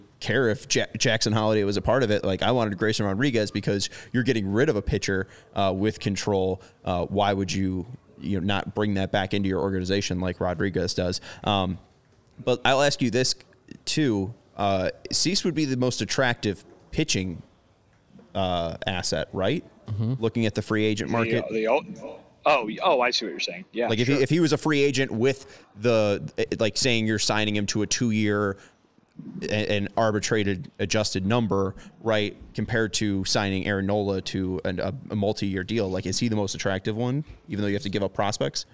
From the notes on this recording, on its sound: LIVE from the GM Meetings in Scottsdale, Arizona